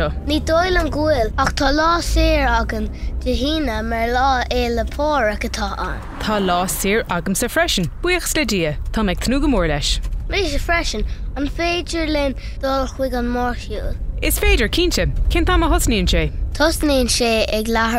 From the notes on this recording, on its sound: Clár sa Charr is a short conversation of a parent and child that takes place in the car on the way to school.